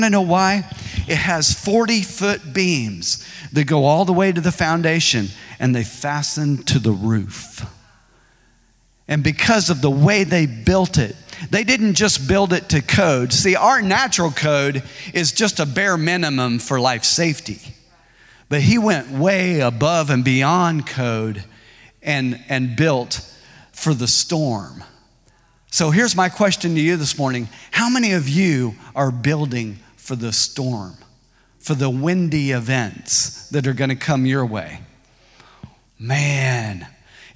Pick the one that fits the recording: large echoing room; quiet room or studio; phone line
large echoing room